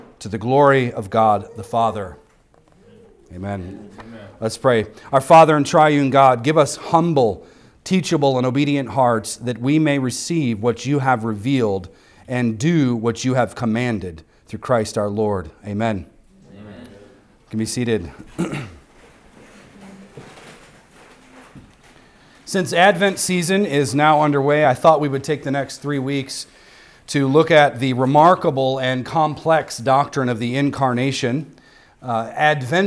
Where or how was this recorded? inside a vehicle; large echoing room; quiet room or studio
large echoing room